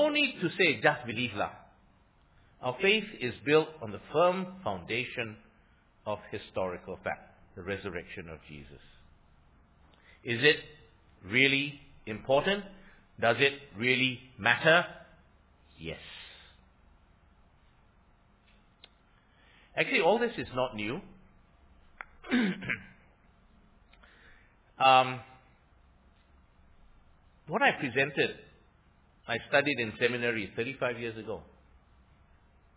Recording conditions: large echoing room